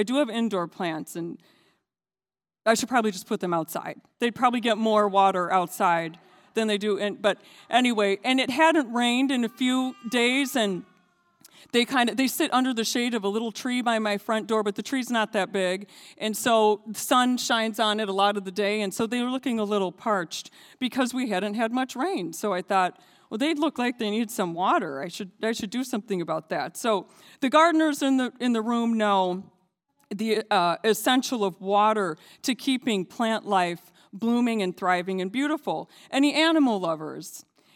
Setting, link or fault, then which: setting, large echoing room